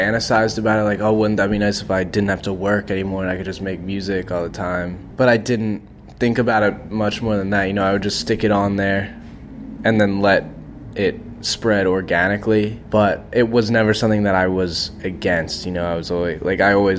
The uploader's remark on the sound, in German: auf dem Primavera Sound Festival